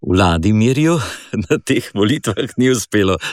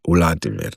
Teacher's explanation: ker je voditelj šolan, ne, je tukaj seveda dvoustničnost se dodala